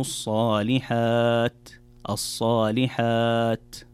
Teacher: طيب، في الآية التي بعدها قال الله تعالى إلا الذين آمنوا وعملوا الصالحات، إذا سكت لابد أن تأتي بالهمس في هذه التاء، وهي من حروف الهمس، فلما تقرأ الصالحات من الخطأ أن تقرأ وعملوا الصالحات أو وعملوا الصالحات، في الصالحات الوقوف على حرف التاء يكون بهمس وليس بقلقلة أو بإطباق التاء فتختفي كأنها تختفي تماما، فتقرأ إلا الذين آمنوا وعملوا الصالحات.